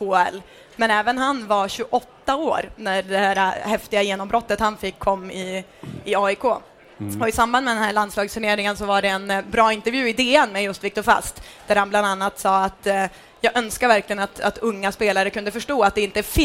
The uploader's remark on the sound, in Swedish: Återigen dags för livepodd med publik.